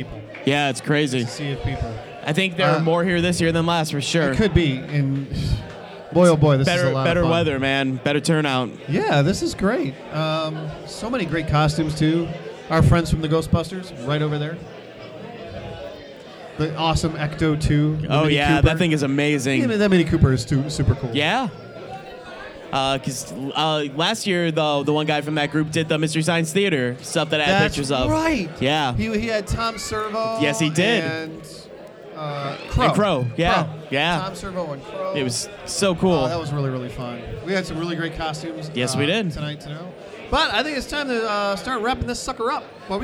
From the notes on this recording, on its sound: Live from Carol and John's Comic Shop in Cleveland. More FCBD 2018 revelers.